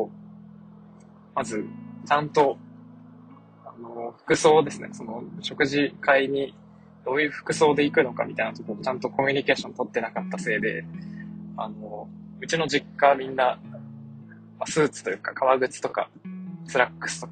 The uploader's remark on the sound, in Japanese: 2022年9月30日の夕方、運転中の車内にて収録